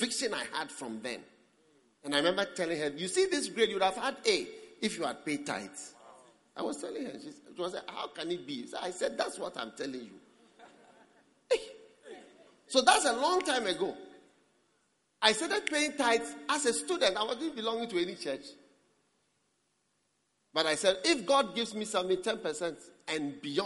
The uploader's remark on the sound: Preached at the Prophetic Encounter Service.